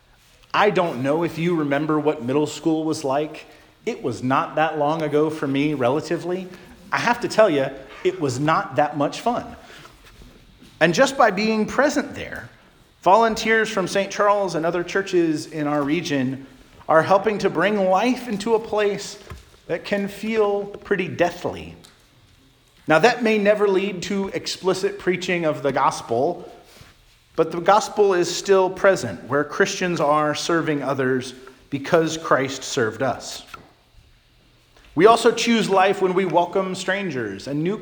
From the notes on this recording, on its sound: Charles Anglican Cathedral, Bremerton, WA.